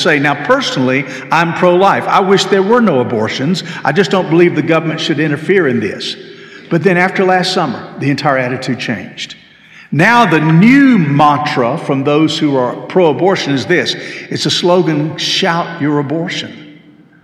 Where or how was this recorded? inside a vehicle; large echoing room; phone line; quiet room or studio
large echoing room